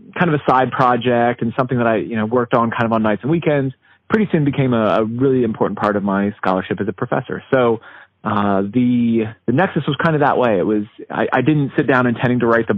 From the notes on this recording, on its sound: Phone interview. This was recorded off of a phone conversation.